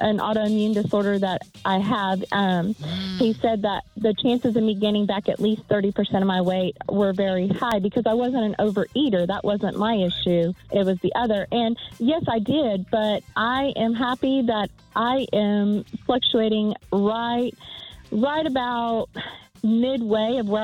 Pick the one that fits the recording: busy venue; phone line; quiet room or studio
phone line